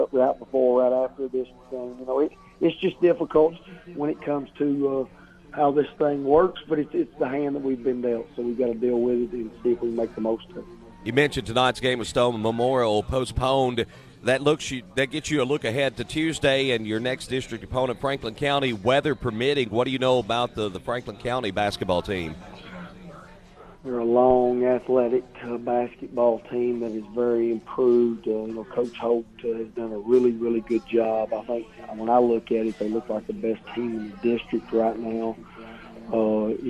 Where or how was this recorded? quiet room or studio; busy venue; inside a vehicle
busy venue